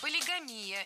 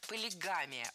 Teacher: Правильно, полигамия. Ударяем третий слог. · Shown in: second take